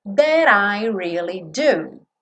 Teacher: That I, reduziu o T para rararã